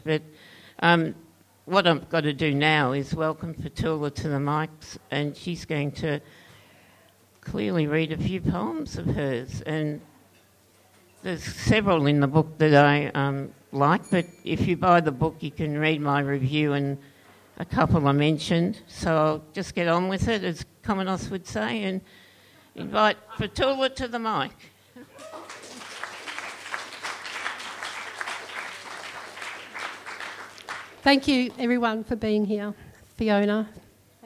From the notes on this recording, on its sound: This episode of the Spoken Word show replays a recording of the event.